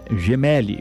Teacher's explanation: Nos informando que a pronúncia do Hospital Romano, onde o Papa será operado, é Gemelli, né? Com a tônica no Mê.